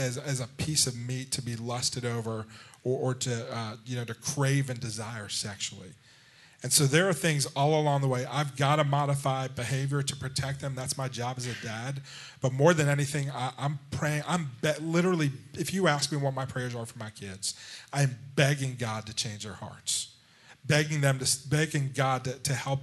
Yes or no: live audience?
yes